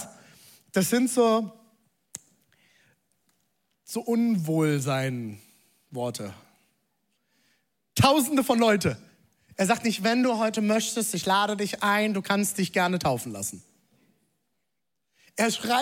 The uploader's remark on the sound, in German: Zeal Church Leipzig. Audiomitschnitt der Predigt.